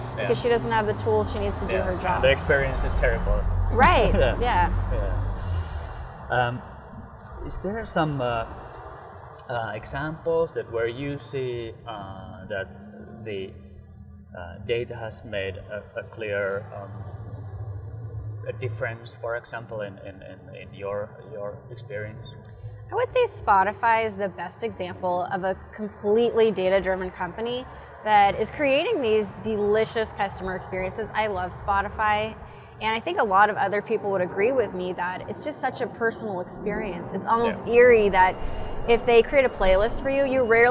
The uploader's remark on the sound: Recorded outside.